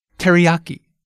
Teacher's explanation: See how we stress the ya syllable?